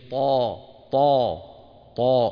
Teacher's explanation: الطاء مفخمة لابد فيها من طا، تفخيم الطاء وعدم همسها